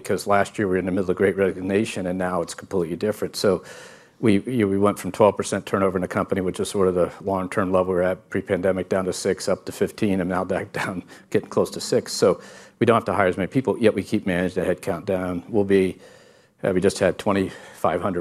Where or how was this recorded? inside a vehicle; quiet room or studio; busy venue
busy venue